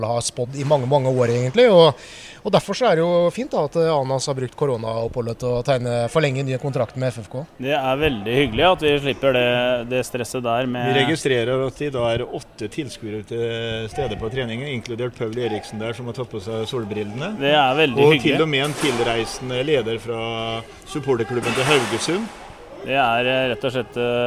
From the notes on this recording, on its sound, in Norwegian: Fotballpodkast fra Stadion. Et fotballsultent podkast-panel har derfor flyttet studioet til Fredrikstad Stadion.